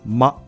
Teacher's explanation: 少し奥に入ったような「ま」という発音をします